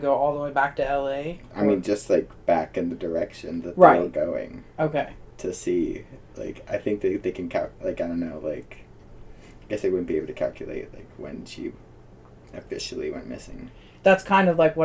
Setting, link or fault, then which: fault, poor microphone